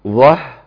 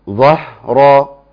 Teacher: الهاء مرققة ابتسامة بسيطة، بعدين راء مفخمة